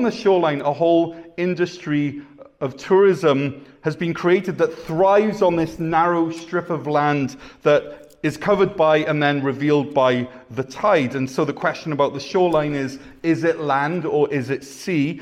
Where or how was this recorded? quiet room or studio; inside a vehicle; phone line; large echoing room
large echoing room